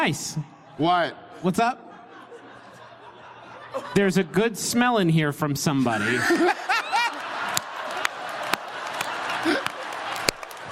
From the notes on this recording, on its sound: this one's actually from our performance at PodCon 2017 in beautiful, foggy Seattle!